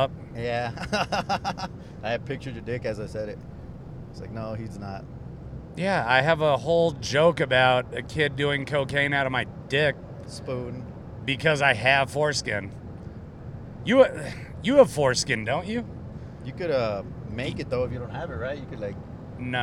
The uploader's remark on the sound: Texallent Carcast